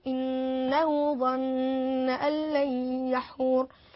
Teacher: النون في كلمة ظن مشددة حكمها الغنة فيها حركتين